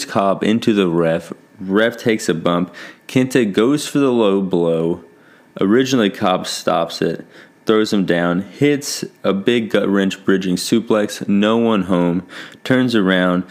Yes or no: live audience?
no